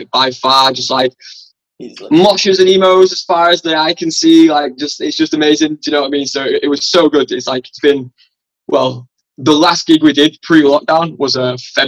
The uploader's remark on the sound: Recorded on Zoom